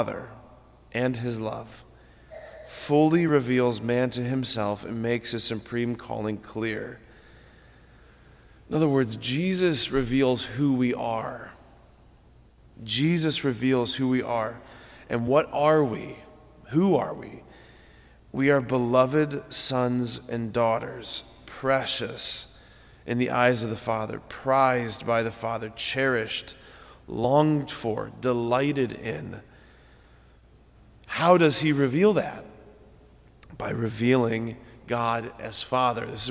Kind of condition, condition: setting, large echoing room